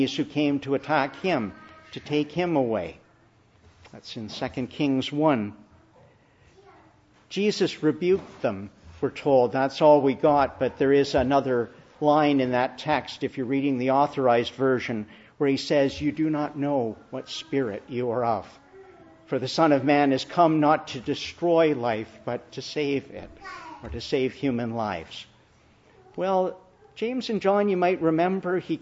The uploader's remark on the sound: Preached in the Church of the Annunciation of the Blessed Virgin Mary, Ottawa